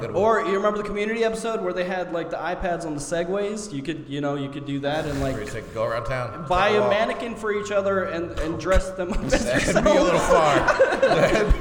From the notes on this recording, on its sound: Filmed a live podcast from Normiecon a couple of weekends ago.